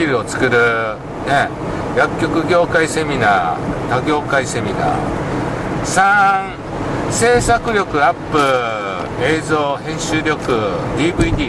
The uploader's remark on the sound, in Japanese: 福井県へ向かう車の中でドライビング対談収録をいたしました。